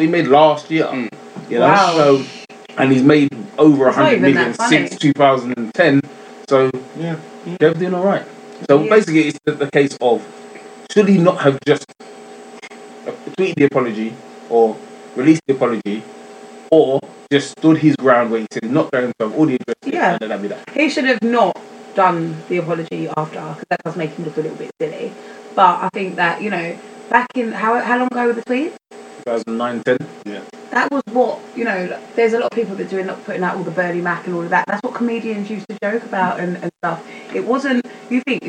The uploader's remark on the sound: A technical issue has struck the Rival Show. Due to the interference of a feline (yes a cat) things didn't quite go to plan. Unfortunately the sound quality just isn't what we're used.